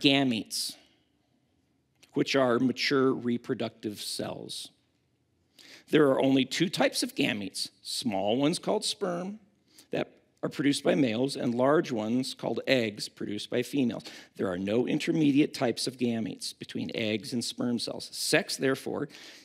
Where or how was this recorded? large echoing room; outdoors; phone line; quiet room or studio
large echoing room